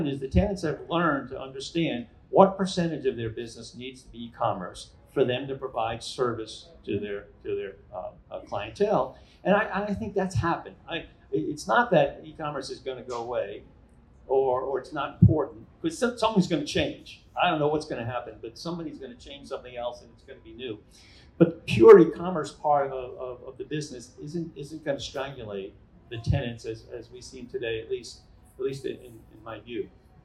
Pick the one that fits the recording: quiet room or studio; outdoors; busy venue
busy venue